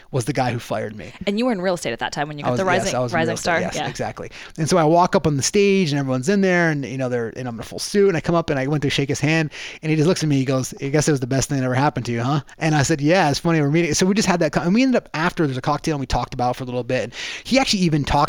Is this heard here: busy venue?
no